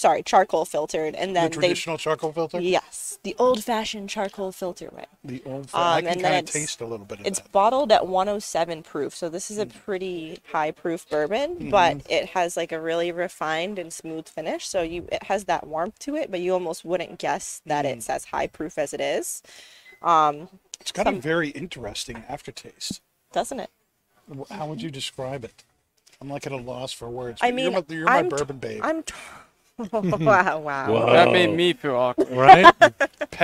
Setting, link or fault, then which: setting, busy venue